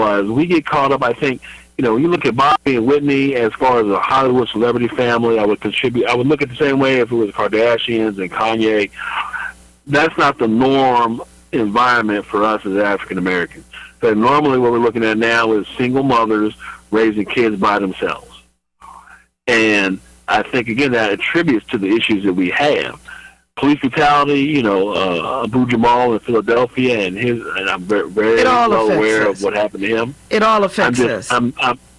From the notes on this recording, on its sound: Opens the phone lines up.